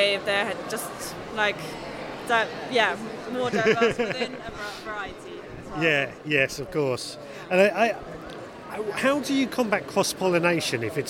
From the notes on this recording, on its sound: I have taken a trip to Seedy Sunday an annual seed swopping event in Brighton. At the heart of Seedy Sunday is the huge seed swap table where seeds are donated and swapped. This year I decided to record some podcast from the event. You can hear me chat to various stall holders and volunteers.